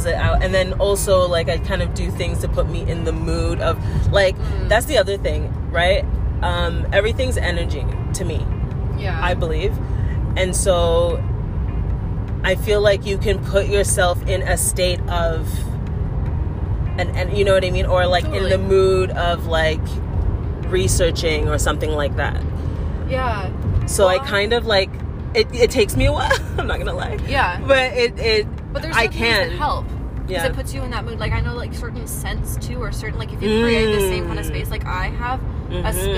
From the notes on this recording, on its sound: POV: Driving to Calgary, coming back from our camping trip in Kananaskis.